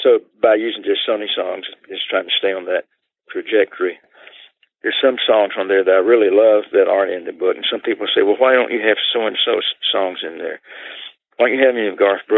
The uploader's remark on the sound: he joins us by telephone